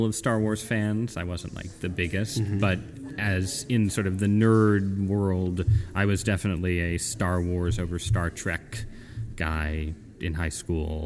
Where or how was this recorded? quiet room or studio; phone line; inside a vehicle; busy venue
busy venue